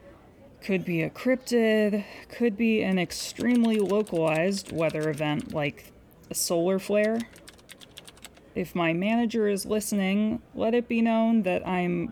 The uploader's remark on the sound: Call center background noise via Soothing Sounds to Concentrate on YouTube.